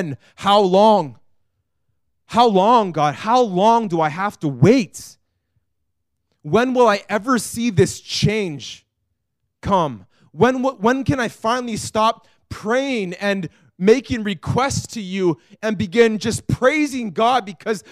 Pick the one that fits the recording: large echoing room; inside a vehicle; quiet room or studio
large echoing room